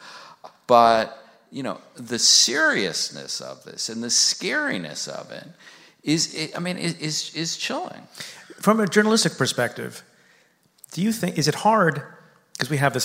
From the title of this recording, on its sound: Live from Town Hall